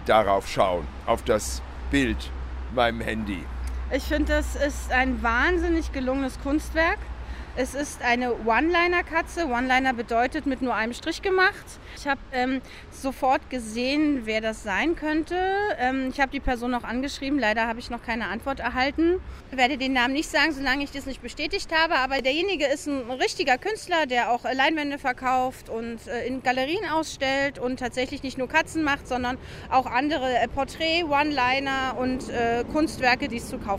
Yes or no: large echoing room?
no